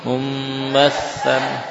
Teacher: dinamakan dengan qalb, mengganti nun dengan mim, mengganti nun dengan suara mim